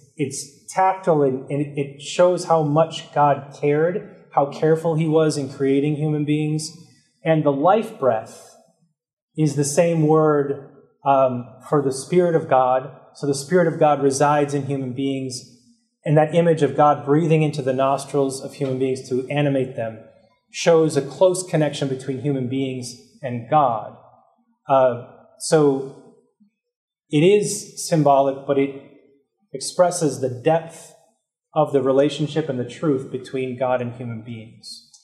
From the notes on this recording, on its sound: This lecture was given on May 2nd, 2023, at the University of Washington.